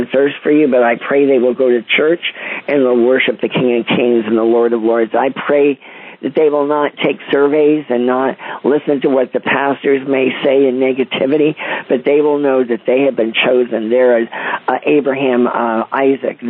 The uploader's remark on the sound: CONFERENCE CALL